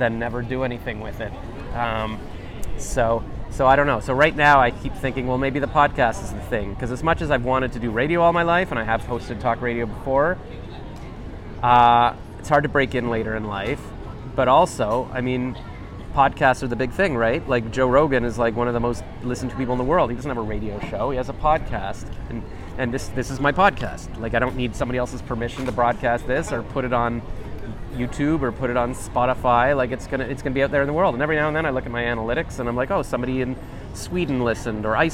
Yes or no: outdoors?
yes